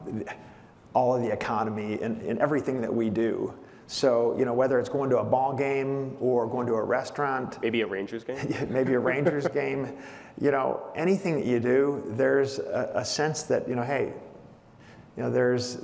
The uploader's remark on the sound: On stage at the Skift Aviation Forum. On stage at the Skift Aviation Forum.